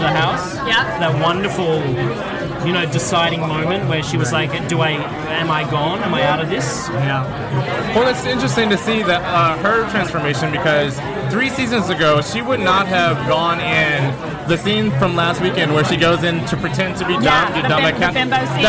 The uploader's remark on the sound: broadcast live from the Kari Feinstein Emmy’s Style Lounge gifting suite from the world famous Mondrian Hotel on Sunset Blvd in Los